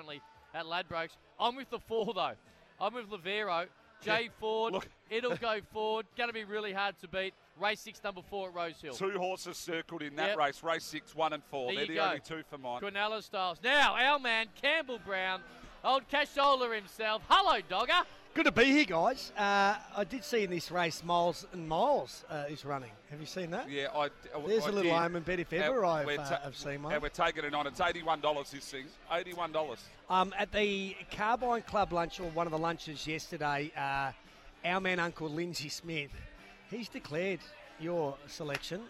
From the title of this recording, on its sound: Wednesday Trackside LIVE from Launceston